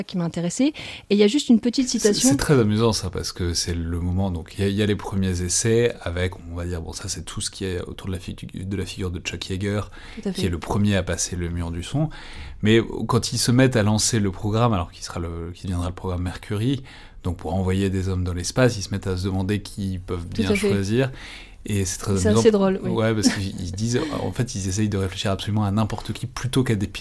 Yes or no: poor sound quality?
no